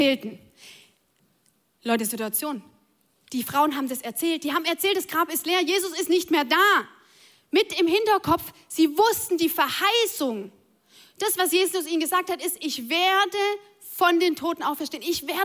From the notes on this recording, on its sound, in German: Audiomitschnitt der Predigt vom 09.04.23.